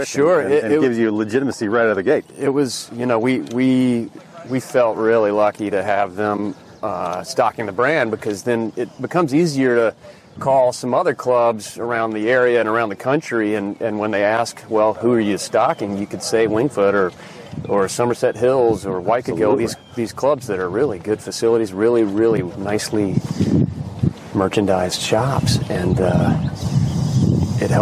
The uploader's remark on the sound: Were in town taking part in an event at East Potomac Golf Links, where we spent the day recording a podcast, while playing and walking the course.